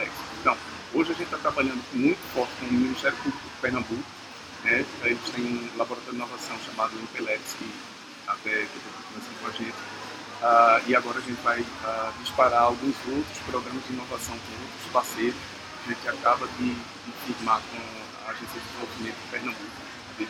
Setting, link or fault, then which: setting, busy venue